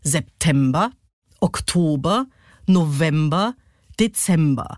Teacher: Also du hast September, Oktober, November, Dezember. Da ist immer die erste und die letzte Silbe unbetont und dazwischen liegt der Peak.